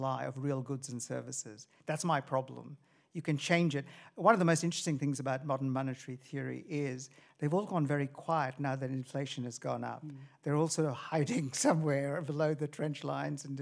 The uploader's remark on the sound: Cole Lecture at the Wheeler Centre